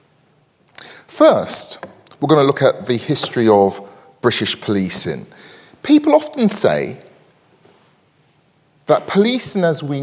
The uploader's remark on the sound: recorded on 25 May 2023 at Barnard's Inn Hall, London